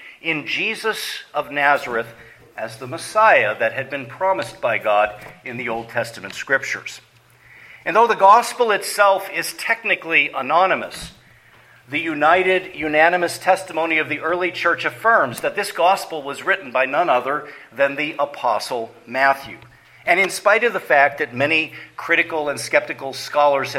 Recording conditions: large echoing room